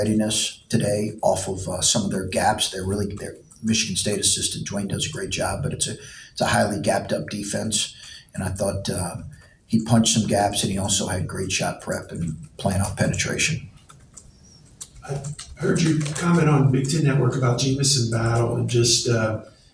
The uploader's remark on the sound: Uncut audio primarily from Ohio State press conferences, but also from individual interview sessions.